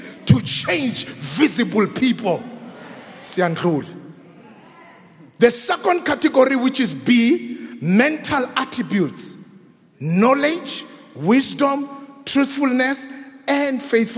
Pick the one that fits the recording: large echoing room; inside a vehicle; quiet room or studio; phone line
large echoing room